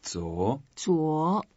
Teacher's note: 昨 is the second tone. We go up.